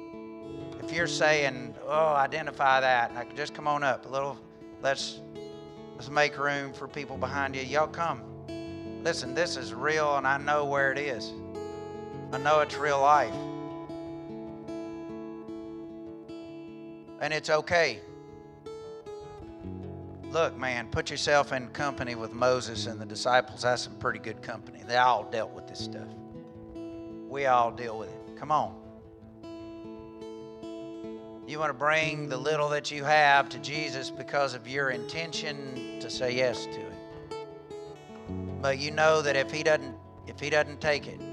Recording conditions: large echoing room